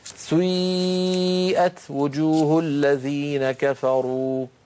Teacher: كلمة سيئة أصلها سيئت، سيئت على وزن فعل، لأن هذه الأفعال سيئة وأخواتها أفعال مبنية للمجهول، فبعض القبائل العربية كانوا ينطقونها بيبدأون بضمة ثم يعودون إلى الخلف فينطقون ياء هكذا سيئت، هذه الحركة يسميها العلماء حركة مركبة، مركبة يعني من حركتين أولها ضمة وآخرها كسرة كما نطقتها لك، سيئت وجوه الذين كفروا، هكذا تنطق يا أخي الكريم، بارك الله فيك.